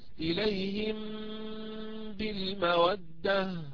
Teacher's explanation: فأطبق المخرج على ميم وأجافي الشفتين على باء طبعا مع الغنة الطويلة